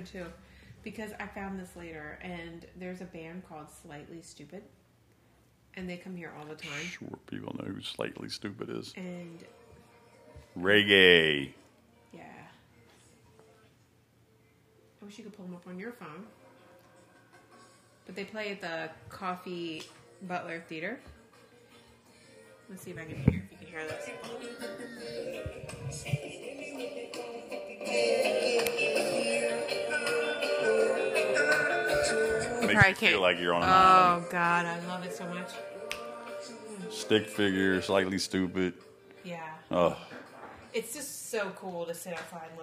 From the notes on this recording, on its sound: Pardon the sound. We had some issues and we will have it fixed by next week!!!